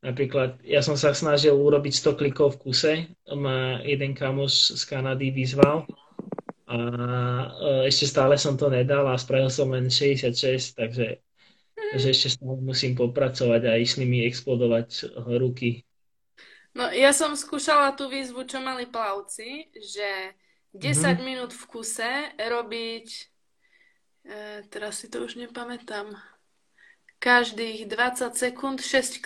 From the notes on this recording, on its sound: This episode of the Podcast has been recorded through Instagram Live